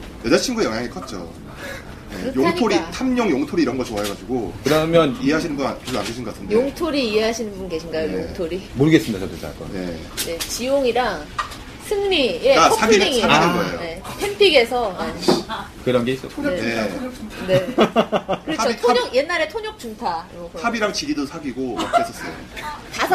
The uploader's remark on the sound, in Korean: 공개방송